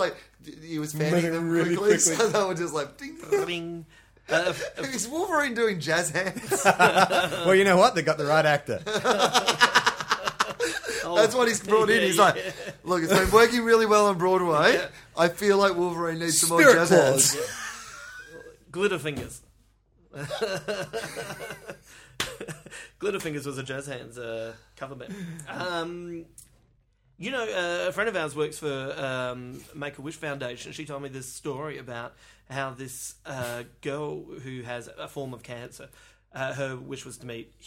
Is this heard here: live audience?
no